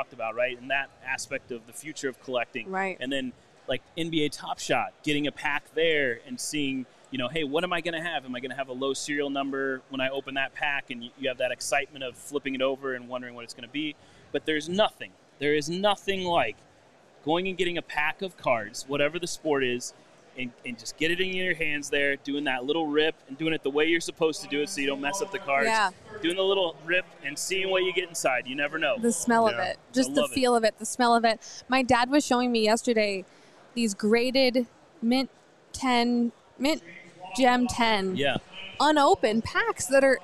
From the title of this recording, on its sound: LIVE from the National Sports Collectors Convention!